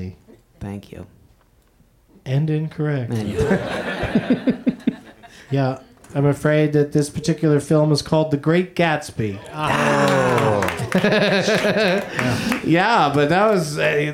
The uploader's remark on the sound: Live from the UCB Franklin